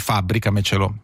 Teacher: è una parola con accento sulla sest'ultima sillaba, quindi quadrisdrucciola